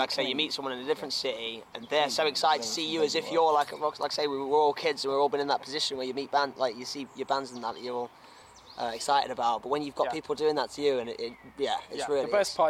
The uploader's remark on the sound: Recorded in the beer garden of B2 in Norwich.